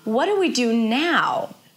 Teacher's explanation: The two words that stick out the most are what and now.